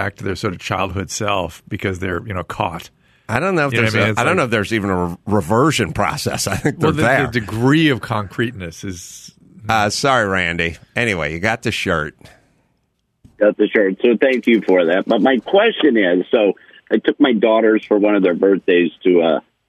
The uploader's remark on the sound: turn to the phones and speak to a caller with a question